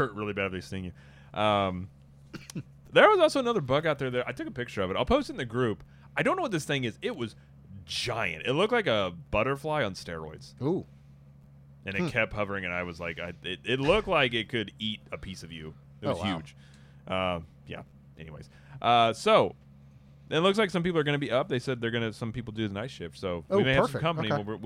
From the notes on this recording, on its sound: on location at Disney World!